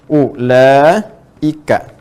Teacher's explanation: Jadi ada hamzah di tengah-tengah, gini. Sebelumnya dibaca panjang.